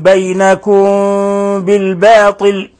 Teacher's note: فأخفينا الميم الساكنة الأولى عند الباء من لفظ بينكم، والميم الساكنة الثانية بالباء من قوله بالباطل. ونلاحظ كيف رققنا الباء والألف وفخمنا الطاء، لا نقول بالباطل وإنما بالباطل بالباطل.